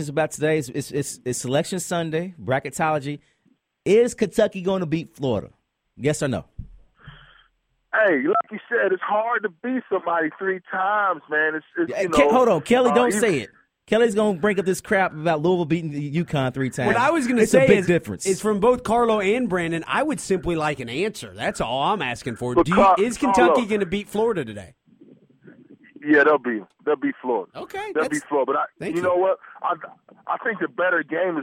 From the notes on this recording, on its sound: calls in from Atlanta